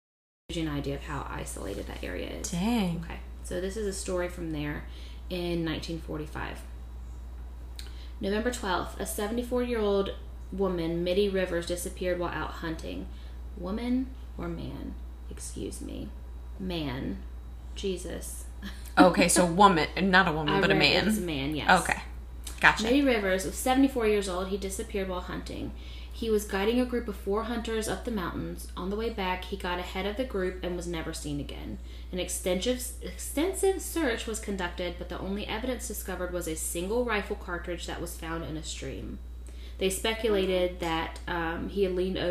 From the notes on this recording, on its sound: Thanks so much for bearing with us in regards to extra sounds in the background